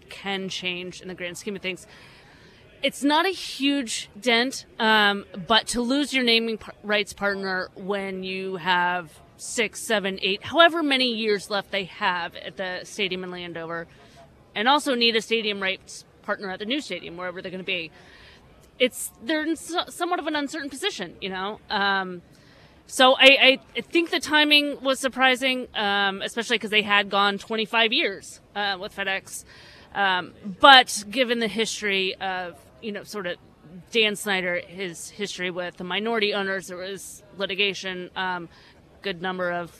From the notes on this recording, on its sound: live from the NFL Combine